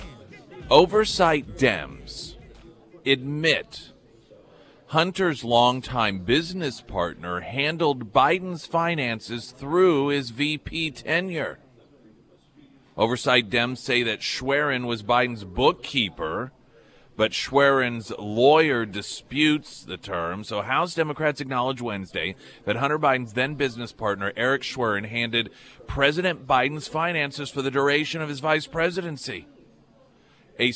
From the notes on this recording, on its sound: live at Scramblers Diner